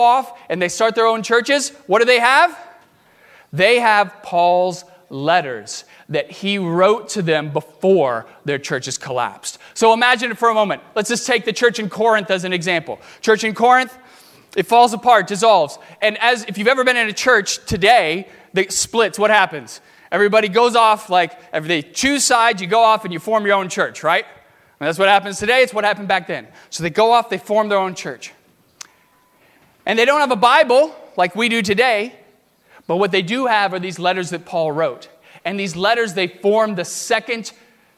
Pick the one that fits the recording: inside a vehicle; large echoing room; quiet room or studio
large echoing room